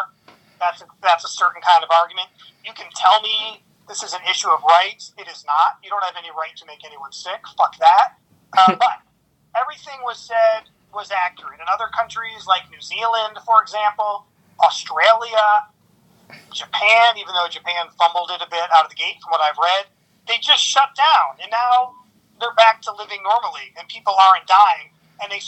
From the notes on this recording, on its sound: Recorded via phone in Grand Rapids, Michigan, and Chicago.